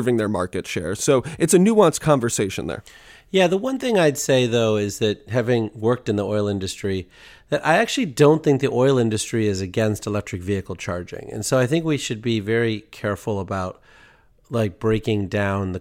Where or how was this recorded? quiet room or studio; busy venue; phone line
quiet room or studio